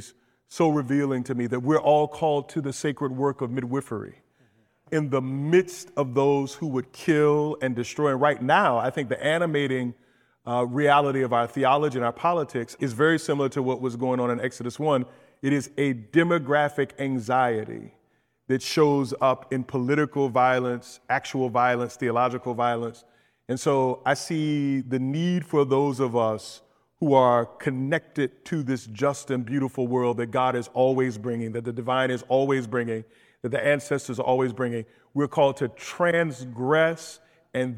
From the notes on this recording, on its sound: In this live recording at FTE's Christian Leadership Forum.